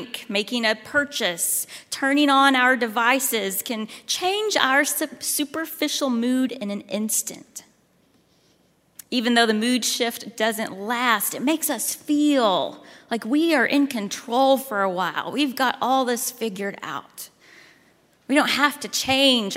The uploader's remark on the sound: at Highland Baptist Church, Louisville, Kentucky